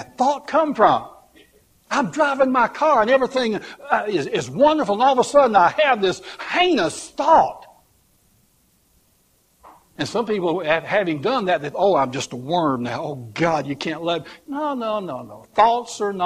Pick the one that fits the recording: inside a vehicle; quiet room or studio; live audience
live audience